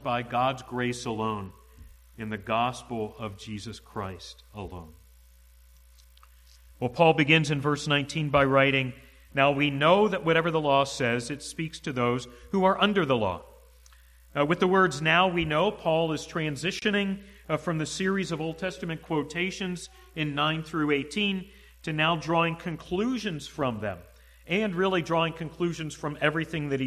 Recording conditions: large echoing room